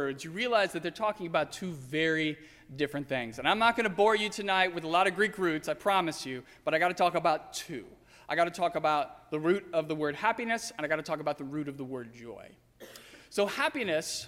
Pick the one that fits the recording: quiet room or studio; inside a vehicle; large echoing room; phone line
large echoing room